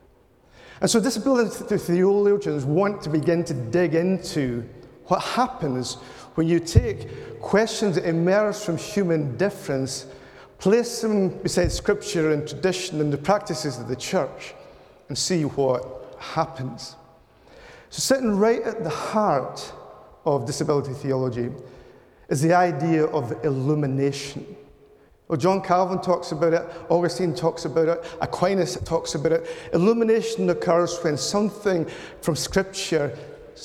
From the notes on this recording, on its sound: This talk was delivered at the Theology Slam competition last month